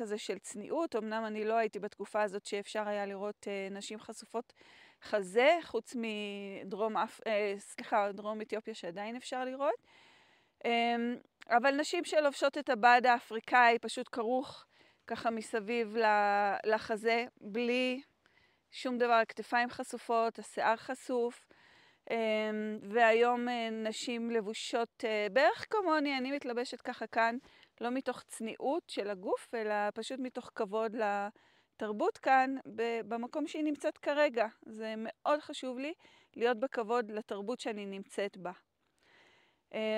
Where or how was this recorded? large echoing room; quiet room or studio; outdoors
outdoors